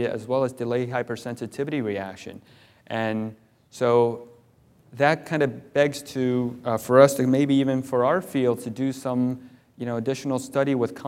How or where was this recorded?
live audience